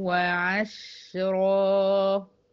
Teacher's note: الشين ساكنة وفيها كمان زمن الرخاوة